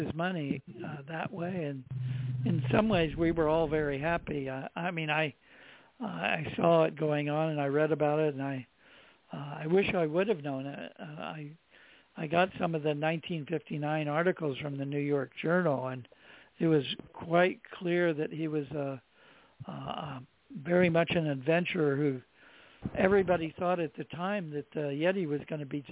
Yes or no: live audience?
no